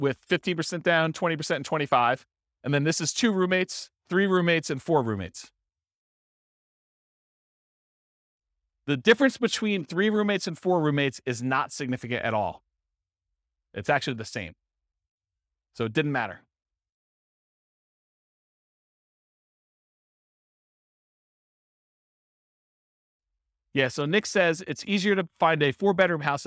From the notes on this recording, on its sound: This was a live class recorded